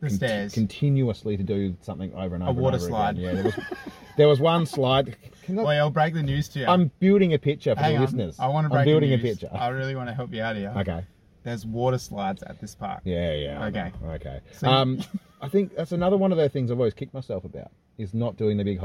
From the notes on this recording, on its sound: What started off as a failed attempt to record in an abandoned house, quickly turned to a dry river bed. We had technical difficulties on the day of recording. Luckily had set up the good old phone to record some video footage for self-reflection purposes. Apologies if the audio quality isn't up to our usual standards. The windows went down in the car studio as the temperature began to rise.